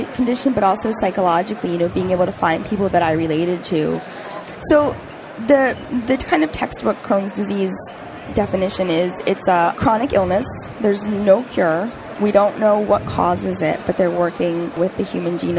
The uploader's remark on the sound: The episodes were broadcast live in CTGHS’s booth at the The HIMSS15 Annual Conference and Exhibition. The interviews were recorded. Live from the HIMSS 15 Exhibition floor in Chicago.